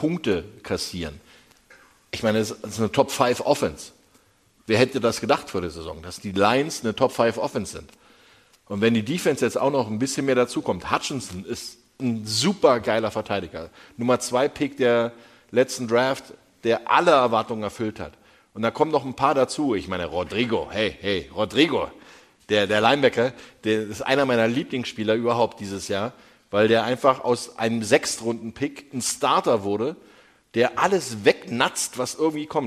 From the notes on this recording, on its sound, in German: Machen die Weihnachtsfolge Live aus Stuttgart! Volles Haus und wie auch schon in den Städten zuvor eine grossartige Stimmung.